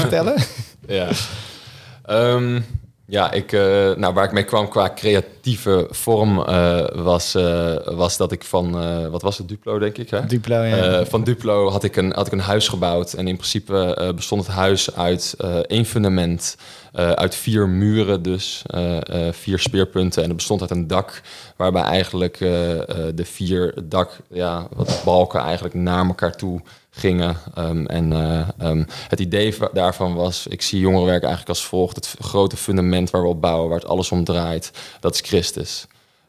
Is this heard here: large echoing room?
no